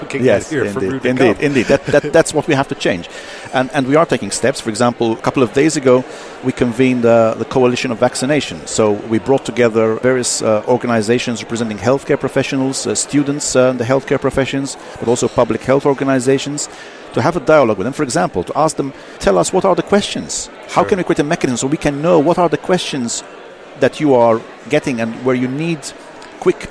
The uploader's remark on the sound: Our Vital Health Podcast was recorded at the final event of the Innovative Medicine’s Initiative’s ADVANCE project.